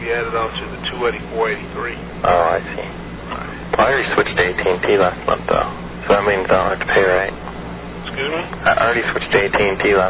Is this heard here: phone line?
yes